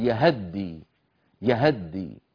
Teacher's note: فتح الهاء للتخلص من التقاء الساكنين، وهذا ما فعله ورش فيقول يهدي، يهدي هذا أسهل طبعا.